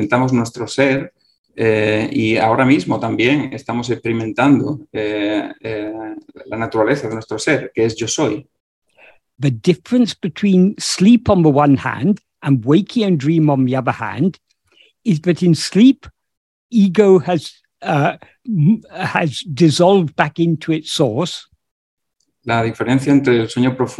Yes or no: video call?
yes